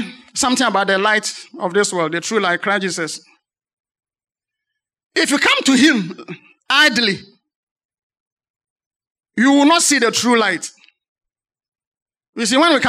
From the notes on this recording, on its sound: Sermon preached at CBC Shiashie Campus